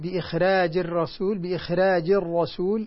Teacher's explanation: الراء هنا مرقق لأن قبلها كسر، بينهما خاء ليست حصيلة. · Term: الترقيق